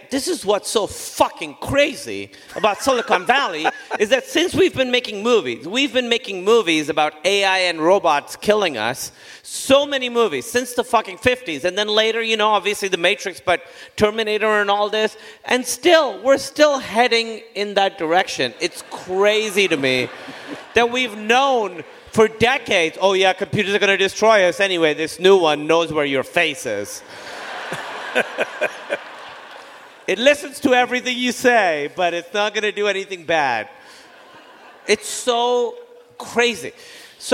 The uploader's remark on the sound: Live from Los Angeles